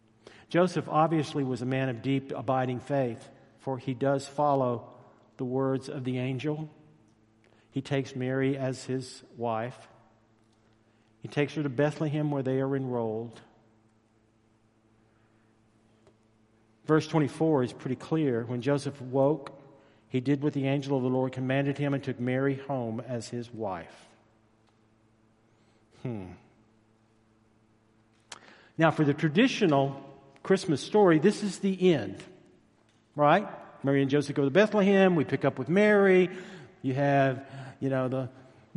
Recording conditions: large echoing room